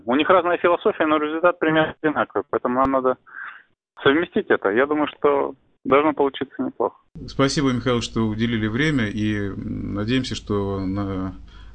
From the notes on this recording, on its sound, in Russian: Из Швеции по телефону